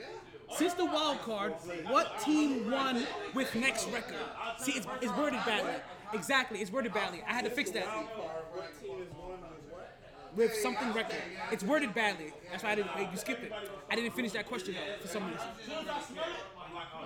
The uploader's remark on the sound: Live from Sharkeys.